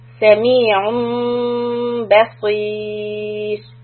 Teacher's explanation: The ra here is going to be soft because it is preceded by a ya and a kasra.